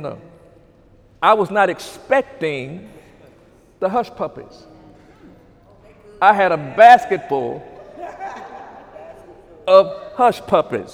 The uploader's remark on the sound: During Sunday morning service